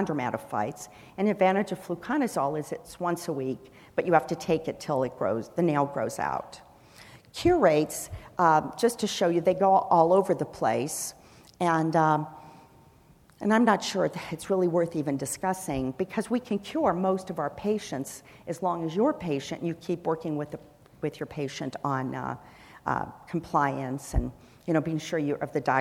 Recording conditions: busy venue